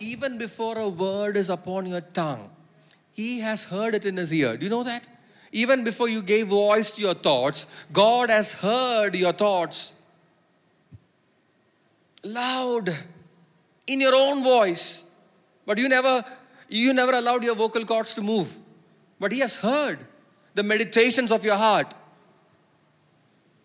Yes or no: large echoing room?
yes